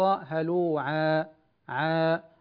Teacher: الألف هنا مرققة لأن العين قبلها مرققة، نقول هلوعا ليس هلوعا، ونمد الألف بمقدار حركتين لا أكثر من هذا، هلوعا.